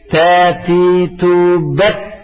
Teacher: Jangan gitu, tapi di ujung lidah. Di ujung lidah dengan pangkal gigi seri atas